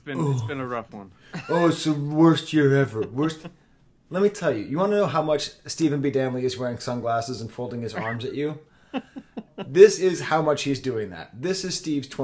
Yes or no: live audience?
no